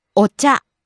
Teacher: Rising on the second syllable, cha.